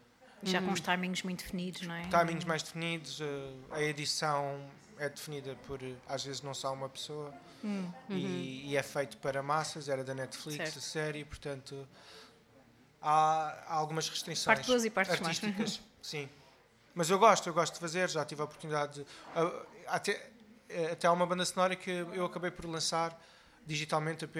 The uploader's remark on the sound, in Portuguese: … Ao Vivo na Chasing Rabbits